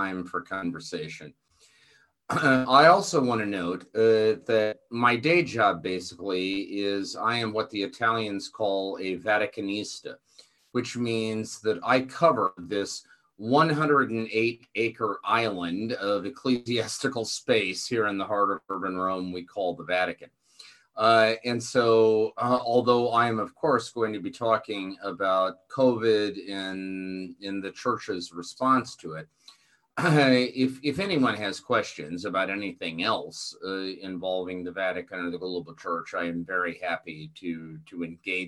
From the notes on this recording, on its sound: This event was presented as a live webinar November 14, 2020.